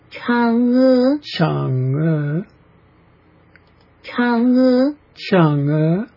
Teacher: I couldn't hear the CH. I heard just an H sound. · It has to come up. The inflection is upwards on both syllables.